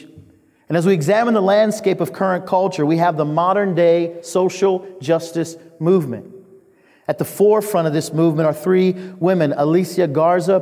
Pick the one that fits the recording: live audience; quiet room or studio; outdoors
live audience